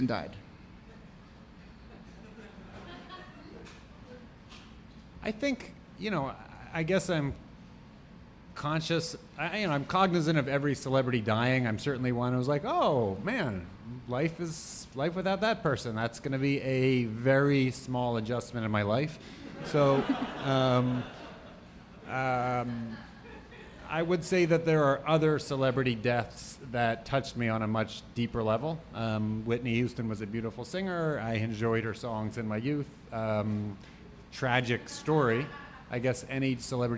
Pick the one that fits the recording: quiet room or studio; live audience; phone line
live audience